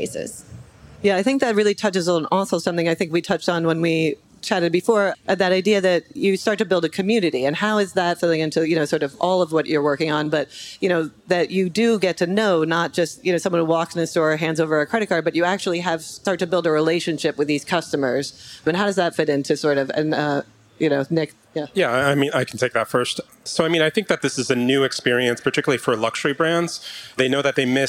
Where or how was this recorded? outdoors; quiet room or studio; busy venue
busy venue